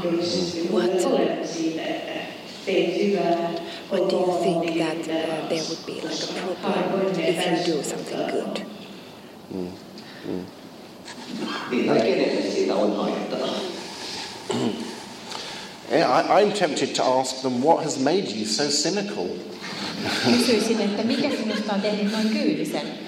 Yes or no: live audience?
yes